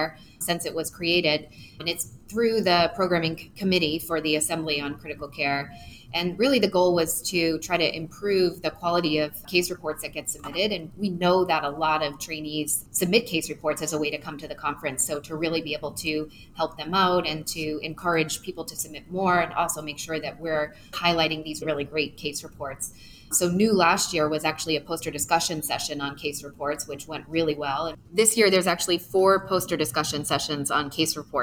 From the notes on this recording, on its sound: coming to you live from the American Thoracic Society 2023 Annual Meeting